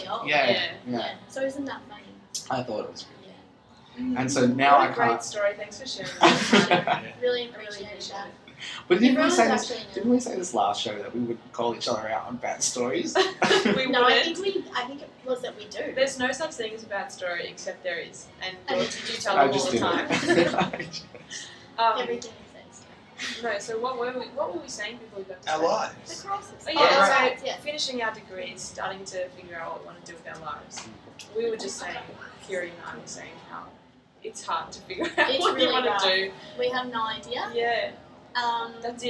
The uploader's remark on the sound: LIVE from Melbourne Central